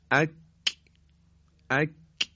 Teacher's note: پس مخرج کاف از مخرج قاف یه مقداری به جلوی دهان نزدیکتره. · Term: حرف کاف